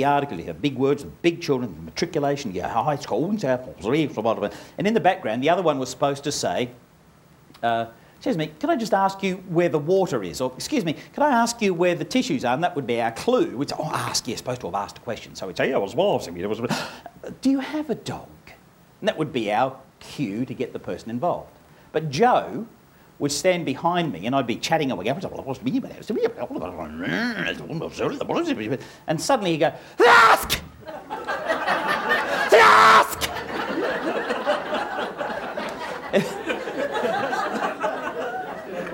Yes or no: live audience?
yes